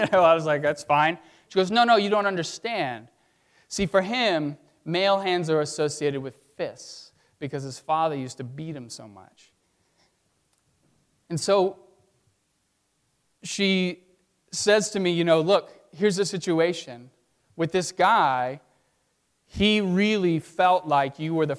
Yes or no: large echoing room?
yes